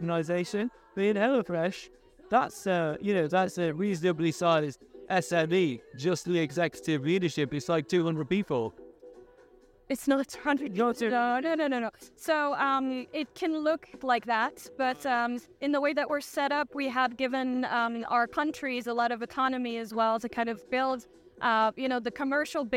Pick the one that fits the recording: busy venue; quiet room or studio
busy venue